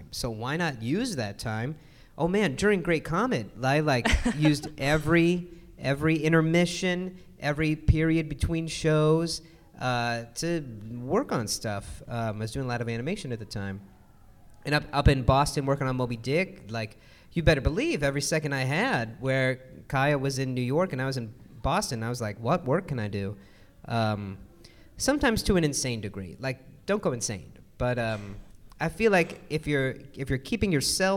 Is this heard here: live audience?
yes